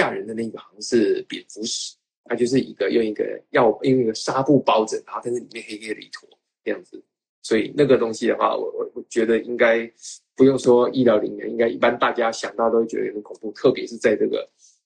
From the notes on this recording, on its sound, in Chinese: 也因為這樣音質比較差，請大家多包涵。